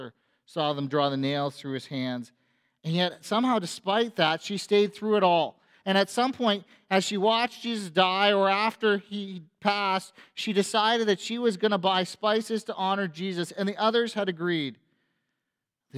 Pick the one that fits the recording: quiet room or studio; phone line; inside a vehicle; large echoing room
large echoing room